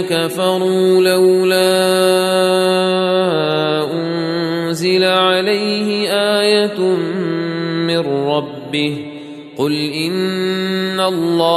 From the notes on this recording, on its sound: recorded at Green Lane Masjid, Birmingham, UK